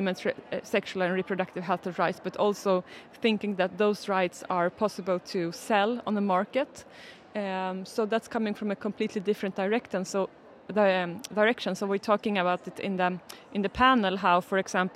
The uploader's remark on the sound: The conversations were recorded at the Swedish Gender Equality Forum in February 2023.